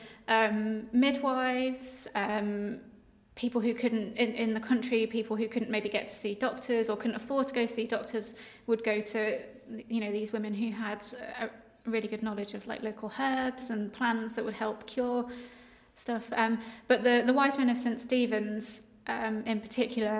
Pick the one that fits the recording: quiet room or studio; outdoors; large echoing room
large echoing room